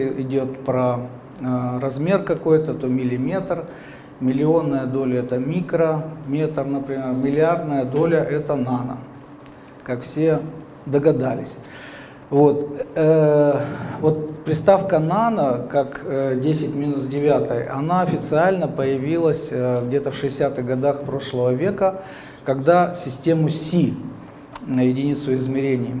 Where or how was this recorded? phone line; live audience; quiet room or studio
live audience